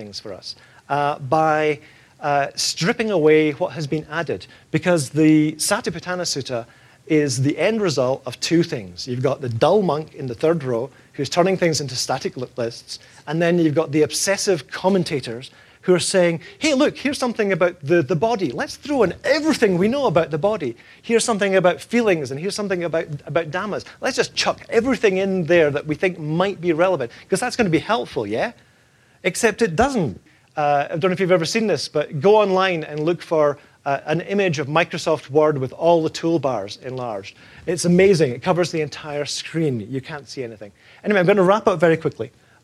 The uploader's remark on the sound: In this talk from the 2014 Buddhist Geeks Conference